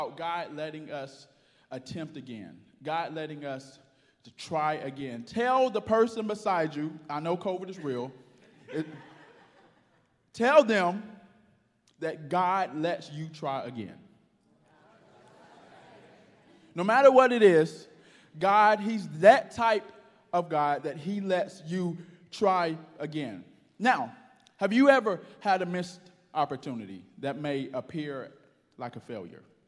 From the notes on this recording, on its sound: This message was recorded live from the Mosaic Church "Hope Center" in Charlotte North Carolina.